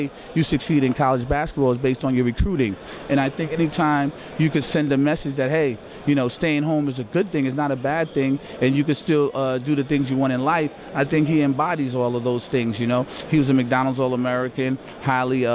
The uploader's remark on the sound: Introductory press conference as men's basketball coach at Seton Hall.